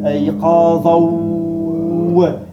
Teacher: C'est écrit ayqadhan. Mais le fait qu'il y a le waw derrière, on va dire ayqadha.